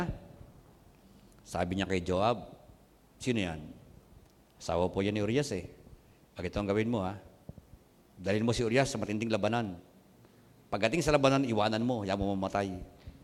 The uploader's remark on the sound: Recorded on April 04, 2021, at CJCRSG Main, Sto. Tomas City, Batangas.